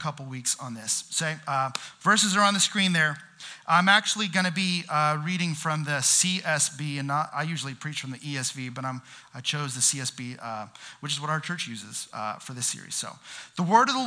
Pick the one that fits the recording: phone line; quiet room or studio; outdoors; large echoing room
large echoing room